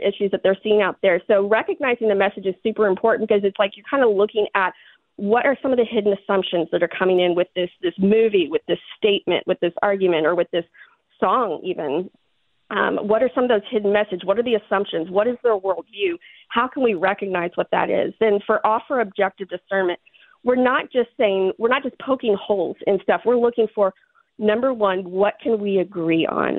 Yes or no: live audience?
no